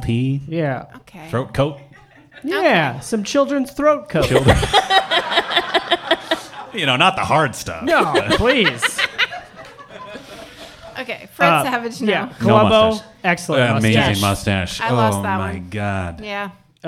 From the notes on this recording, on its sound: Live from Trylon Cinema in Minneapolis in front of a live audience!